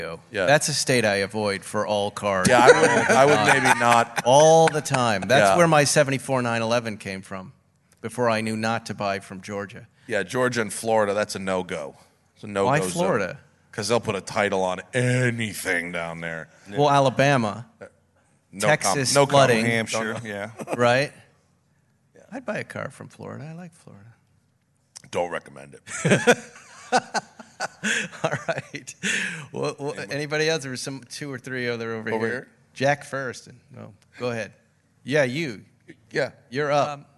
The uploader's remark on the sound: Recorded in front of a live audience at 2022 Pebble Beach Concours.